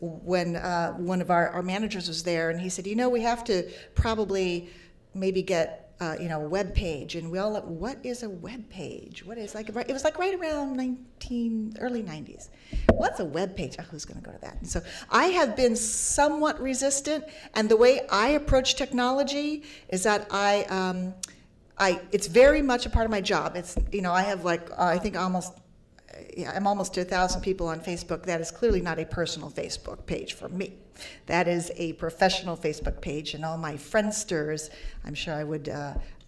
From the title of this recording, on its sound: Panel at #Media99 Summit